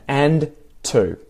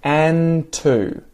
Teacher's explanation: when I join them, the D, the first consonant there that links the two words, disappears. · Shown in: second take